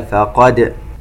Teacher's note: تنوين وبعده حرف الفاء إخفاء، ونقلقل دال فقد